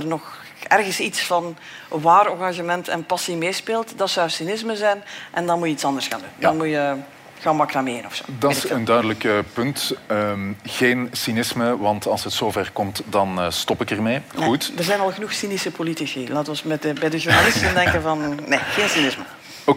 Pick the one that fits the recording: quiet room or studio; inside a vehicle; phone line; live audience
live audience